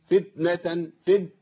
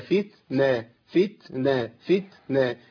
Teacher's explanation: هي فتنه، فتنه، فتنه، لابد من الهمس والا مش تخرج معايا التاء · Shown in: second take